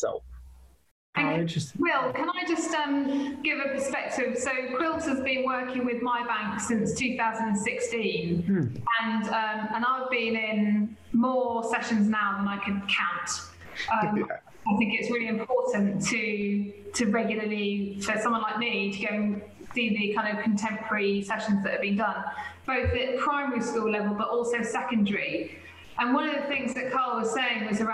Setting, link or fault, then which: link, video call